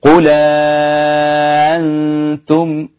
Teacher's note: مد بقى ست حركات بالإشباع